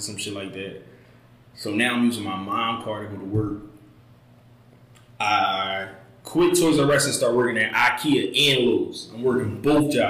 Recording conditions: poor sound quality